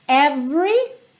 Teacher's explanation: Every sem o E do meio ser pronunciado